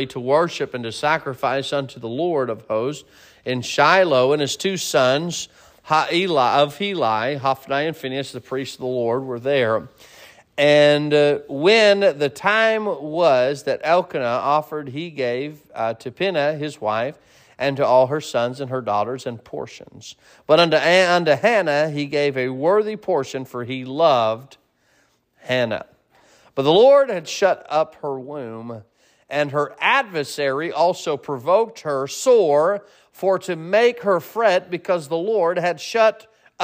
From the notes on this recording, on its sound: Sermon preached at Mid County Baptist Church